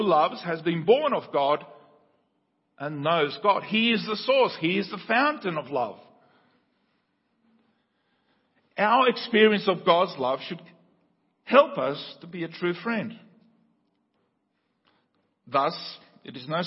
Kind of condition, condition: setting, large echoing room